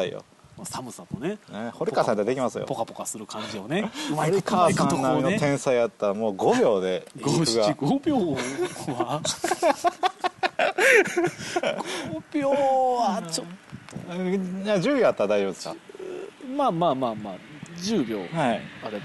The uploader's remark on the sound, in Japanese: だるまストーブを囲んでの野外ロケという、全く意味のない収録スタイルを取った今回。